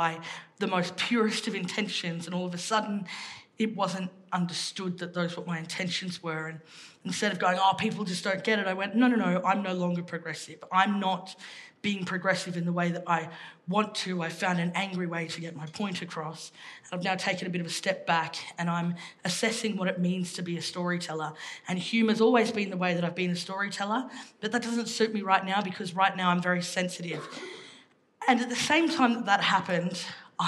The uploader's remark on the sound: This event was recorded live at the Sydney Opera House.